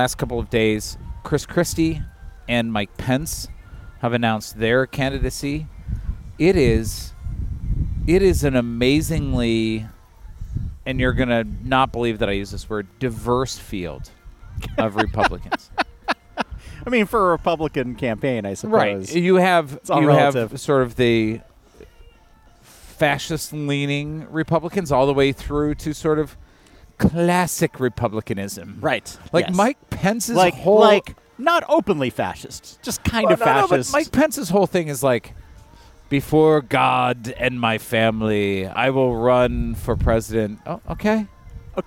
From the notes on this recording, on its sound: We’ll start with a regular full episode, recorded at Maplewood brewery, and then at the end we have some bonus content dedicated to the indictments.